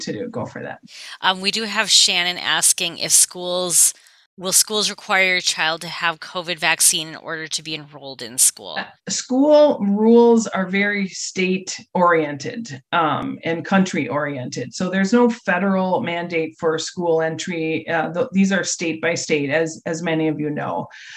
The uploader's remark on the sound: we invited those parents to a Zoom chat